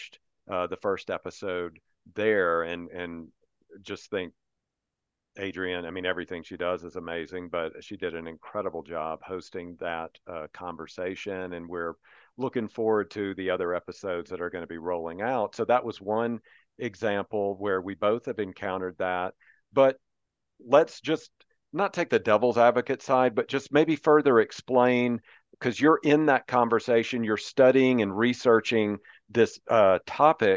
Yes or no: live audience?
no